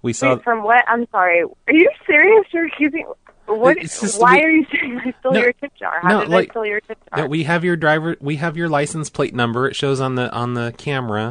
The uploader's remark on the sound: Prank Phone Calls Collection